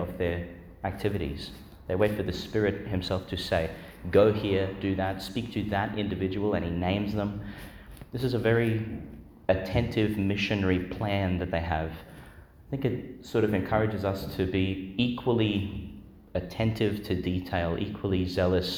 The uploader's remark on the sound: Homily for the Wednesday in the Fourth Week of Eastertide, delivered Our Lady Star of the Sea Church, Gladstone, Qld.